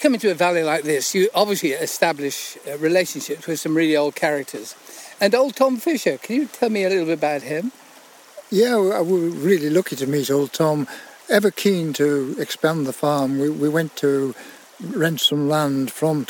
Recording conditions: outdoors